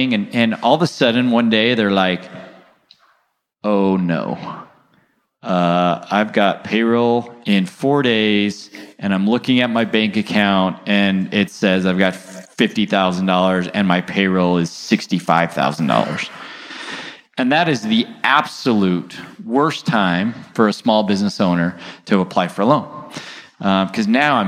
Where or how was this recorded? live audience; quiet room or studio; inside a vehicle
live audience